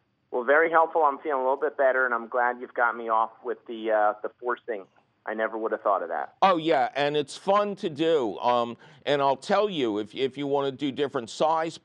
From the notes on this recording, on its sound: your fabulous phone calls!